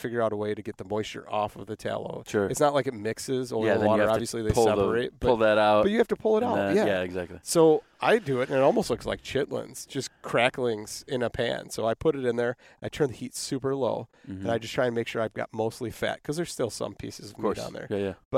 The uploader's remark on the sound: We sat in a park at a picnic table